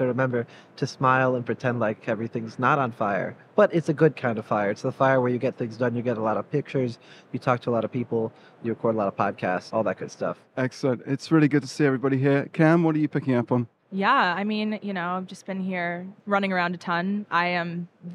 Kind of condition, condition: setting, busy venue